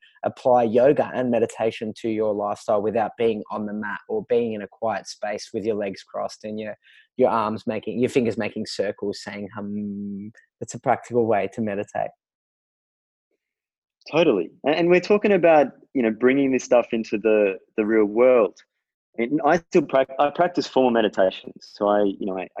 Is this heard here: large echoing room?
no